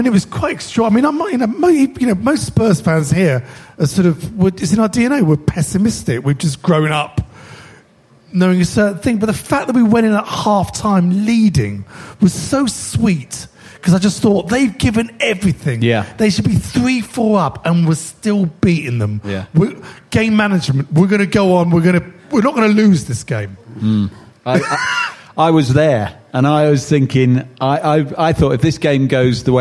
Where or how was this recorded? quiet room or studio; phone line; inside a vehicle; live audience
live audience